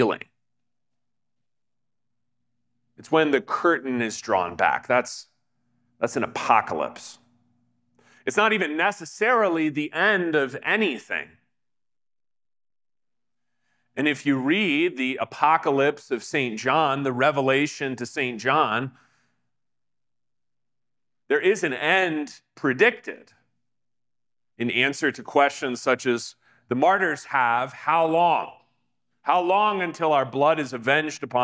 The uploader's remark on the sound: talk given at the Digital Catacombs Conference at Trinity Lutheran Church in Denver, Colorado.